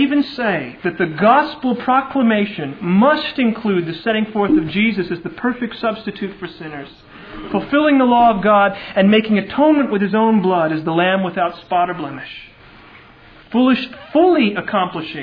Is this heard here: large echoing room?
yes